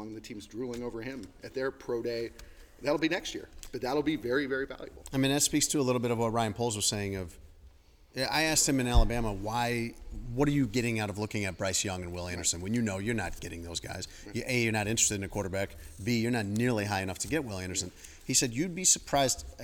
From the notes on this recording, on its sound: Live From The NFL Meetings. From the NFL's annual meetings in Phoenix.